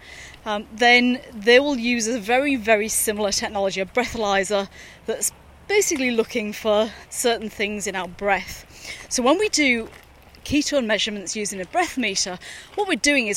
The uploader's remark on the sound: Recorded during daily walks.